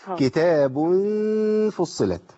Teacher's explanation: عايزين بقى نرقق الغنة عشان الغنة عندي مرققة. تمام عشان داخل على فاء.